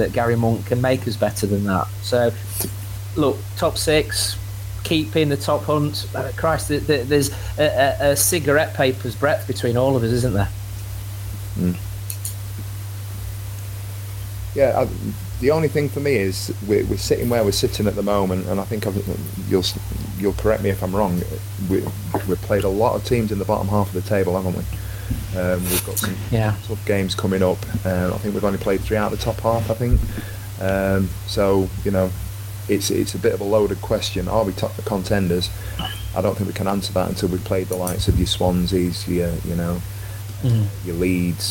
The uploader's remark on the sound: Apols for the sound quality on this one – we had technical issues.